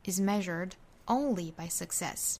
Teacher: 当然也可以在 only 上重读